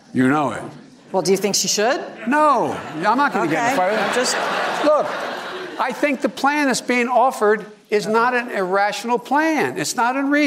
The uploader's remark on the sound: during a live town hall